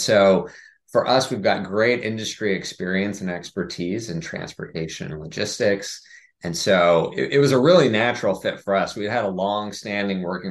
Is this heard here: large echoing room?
no